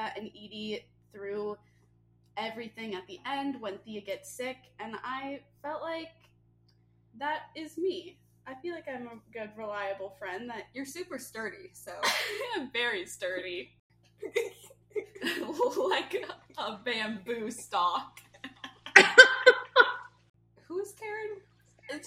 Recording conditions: poor sound quality